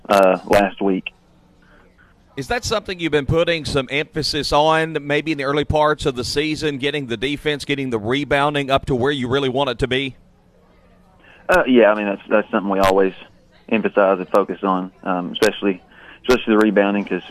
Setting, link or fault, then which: setting, busy venue